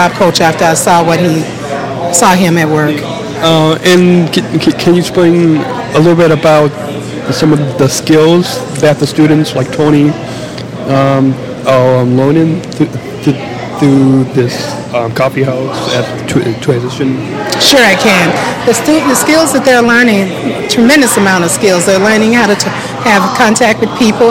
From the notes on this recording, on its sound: LIVE From Transition Perks Coffeehouse. Podcasting live from LTHS' Transition Perks Coffeehouse.